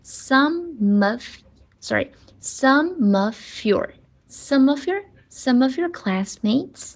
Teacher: 它三个单词都连读了，some 和 of of 和 your 都连读了